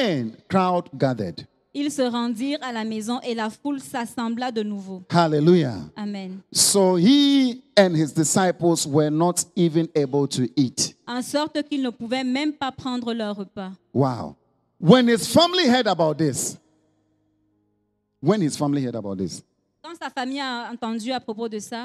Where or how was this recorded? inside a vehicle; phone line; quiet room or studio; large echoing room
large echoing room